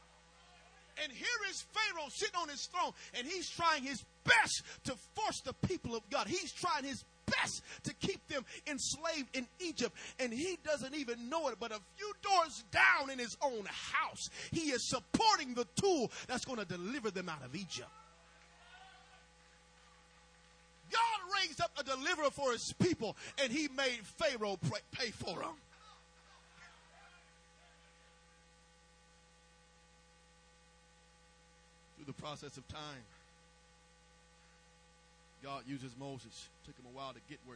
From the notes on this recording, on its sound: May have to listen with headphones due to low recording volume